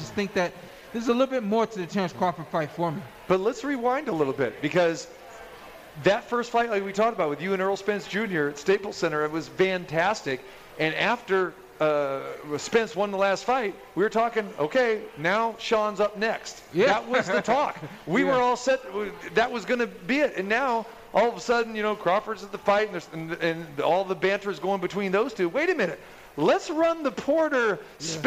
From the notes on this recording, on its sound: Live From The Cosmopolitan